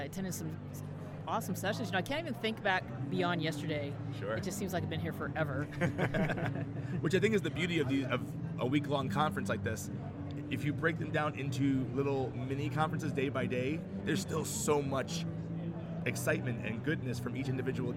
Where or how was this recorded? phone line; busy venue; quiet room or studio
busy venue